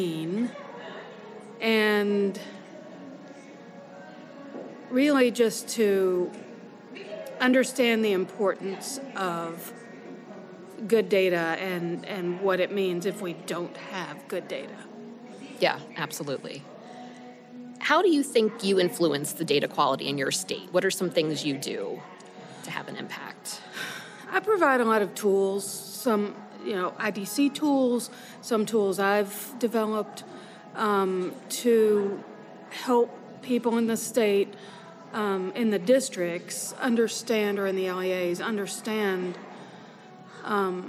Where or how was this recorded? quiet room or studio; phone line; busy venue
busy venue